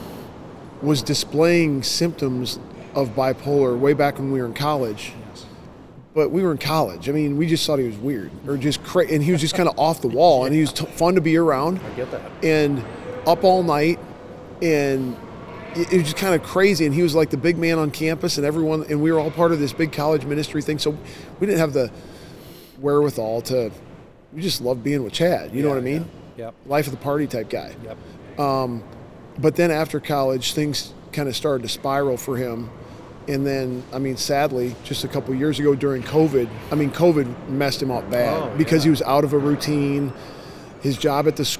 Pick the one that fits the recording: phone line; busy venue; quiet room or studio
busy venue